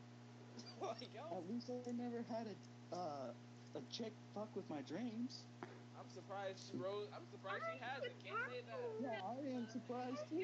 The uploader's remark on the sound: Probably Bad Audio Again.